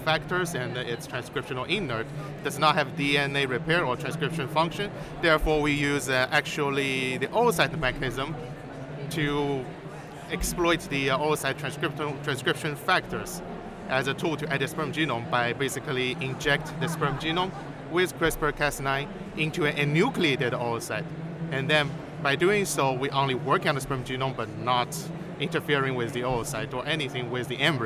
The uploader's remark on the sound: Live from ESHRE 2023